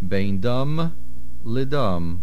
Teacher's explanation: There is a psik, a line there. Make sure you make a slight pause between the two words.